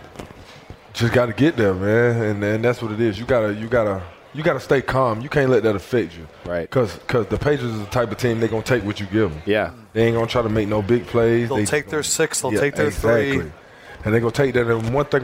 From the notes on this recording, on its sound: Super Bowl Live. It's the final day of our live shows from Dantanna's!